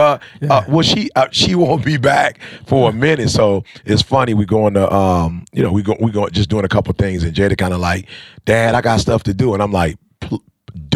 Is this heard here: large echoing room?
no